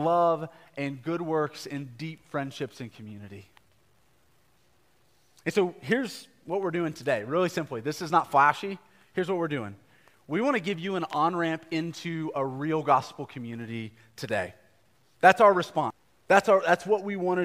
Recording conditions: large echoing room